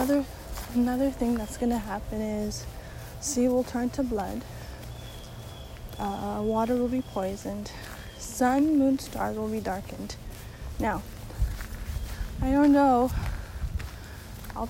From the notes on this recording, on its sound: Again background noise!